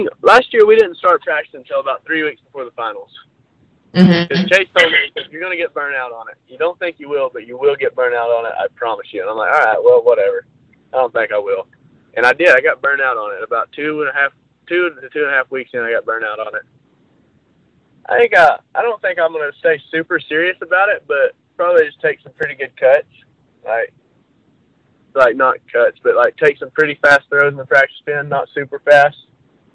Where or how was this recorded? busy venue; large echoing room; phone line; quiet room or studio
phone line